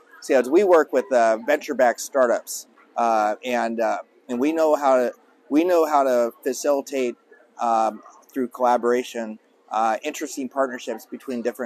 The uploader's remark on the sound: Live from RNDF22